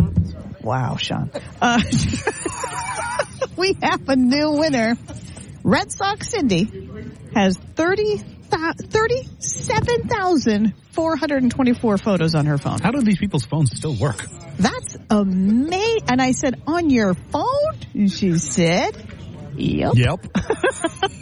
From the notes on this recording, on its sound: Live from the Deerfield Fair